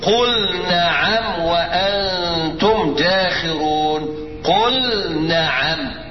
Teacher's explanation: ابرز اللام دي او اظهرها قوي